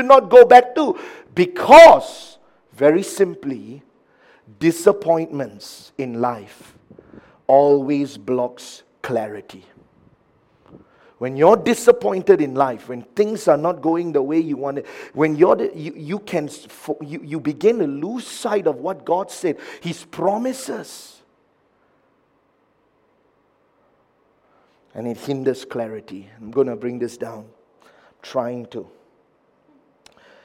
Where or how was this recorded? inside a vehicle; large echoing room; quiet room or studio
large echoing room